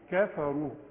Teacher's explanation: علشان الراء، الراء المضمومة برضو رو تخينة